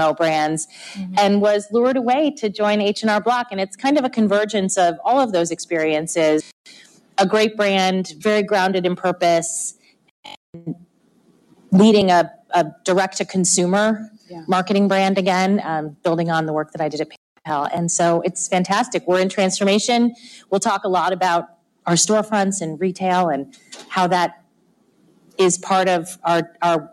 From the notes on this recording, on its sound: Special episode of Marketing Vanguard live from Commerceweek.